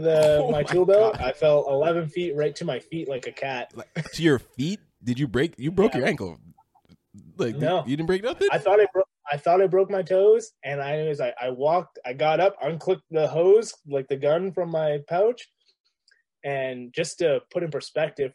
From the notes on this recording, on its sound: our first zoom episode